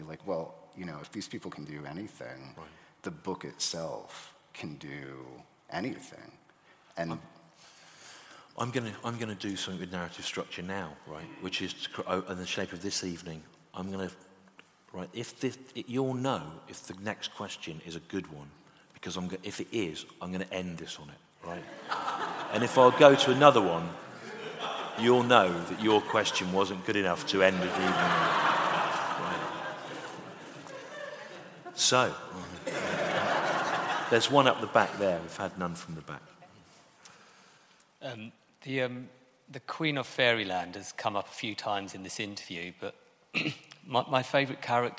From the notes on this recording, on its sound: Recorded live in London in April 2019.